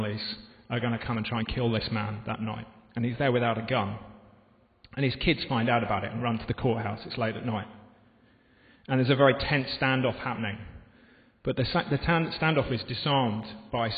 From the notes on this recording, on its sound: This podcast was recorded in the home of Moot, at the Guild Church of St Mary Aldermary in the City of London.